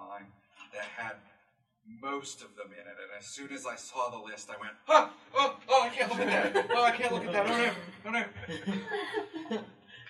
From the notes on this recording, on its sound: Join us for our first live (at the time) recording of “Sharing the Experience”! The cast of “Urinetown (The Musical)” in their talk-back with the audience after a show.